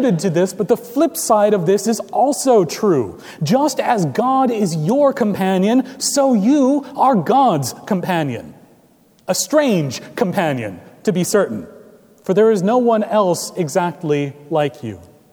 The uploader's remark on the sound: Recorded May 28, 2017 at Trinity Presbyterian Church in Bixby, Okla.